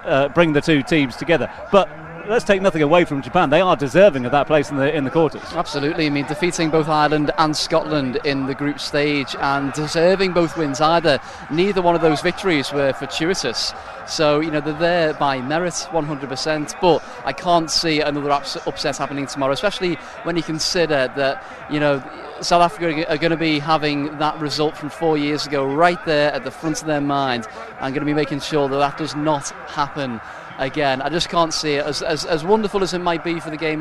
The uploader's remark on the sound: From our original home, Barasti. Back at Barasti, where the game is always.